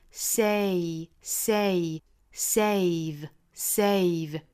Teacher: 一定是双元音的过渡。A，从一个 a。过渡到后面的口型更小的 a